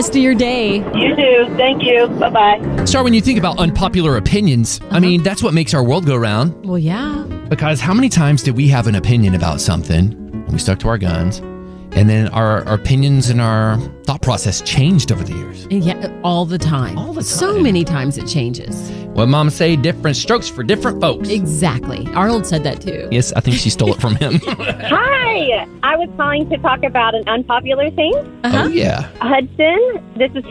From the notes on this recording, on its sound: Listeners call in with their unpopular opinions. 94.9 KLTY.